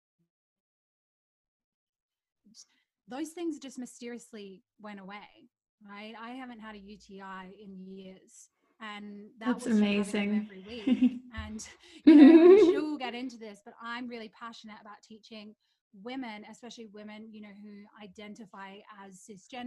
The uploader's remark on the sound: Note: The sound quality is not to usual standards as I experiment with a new recording platform!